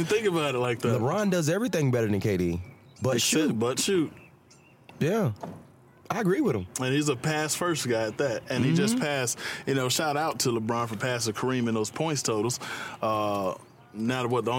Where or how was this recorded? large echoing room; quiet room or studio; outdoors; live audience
outdoors